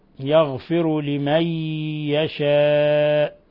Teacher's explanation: نون ساكنة جاء بعدها الياء الحكم التجويد إضغام بغنة